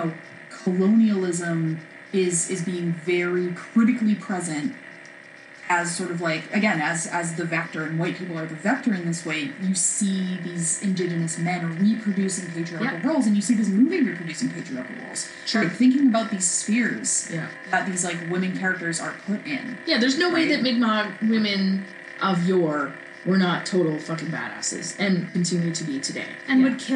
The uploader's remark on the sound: Atmospheric background noise. No amount of filters could get rid of it. The awful damn buzzing.